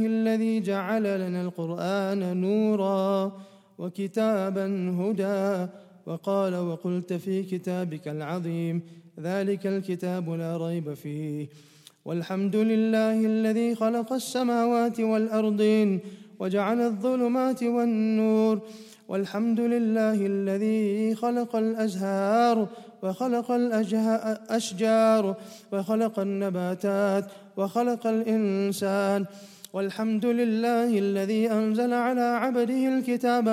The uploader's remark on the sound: at the Houghton Masjid (West Street)